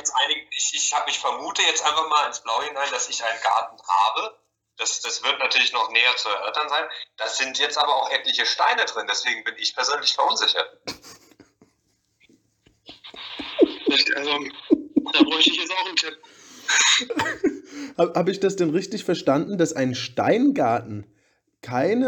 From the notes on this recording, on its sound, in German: Die Audio in dieser Folge ist leider relativ schlecht.